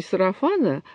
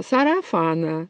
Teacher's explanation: И безошибочно определяется вот этот акцент, потому что они произносят не сарафана, а сарафана. То есть все гласные одинаковой длительности. · Shown in: second take